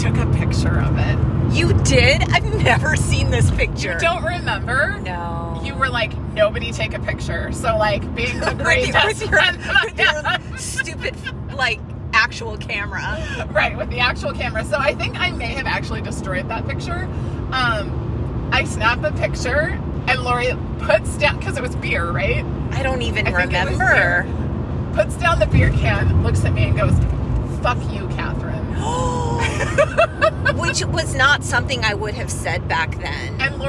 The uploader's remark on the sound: We’re taking you on an epic road trip adventure to the GenX capital of the world — SEATTLE! Forgive the road noise.